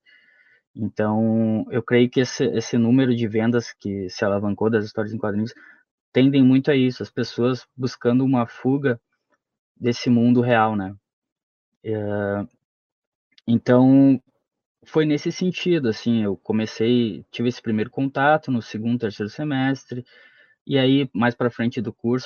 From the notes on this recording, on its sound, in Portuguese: A gravação do episódio foi realizada remotamente, podendo acarretar interferências no áudio.